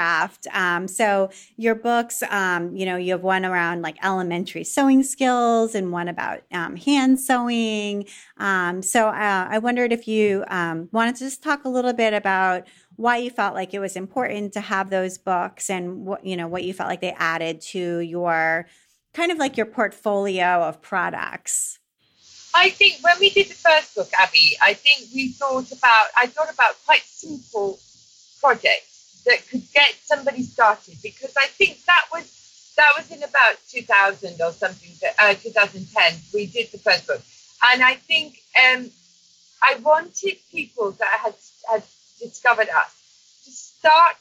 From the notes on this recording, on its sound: Please note that we had audio recording issues with this episode. We did our best in post-production, bug the audio quality is not up to our usual standards.